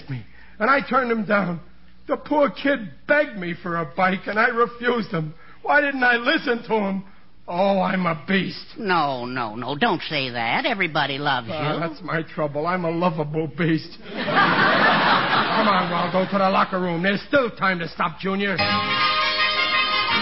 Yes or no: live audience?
yes